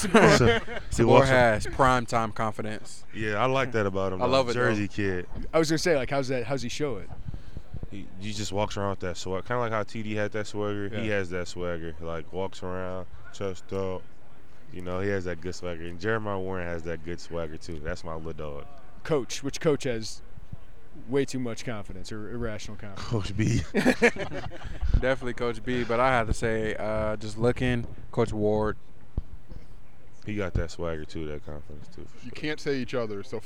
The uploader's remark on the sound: live from Big Ten Media Days